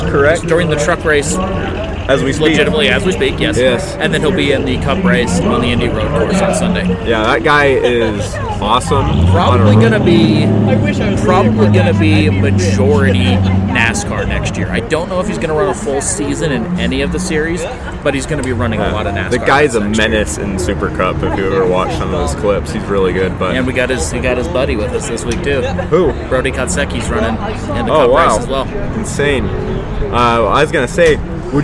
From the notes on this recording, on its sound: At The Riverton Chevrolet Car Show. We sit down with two special guest.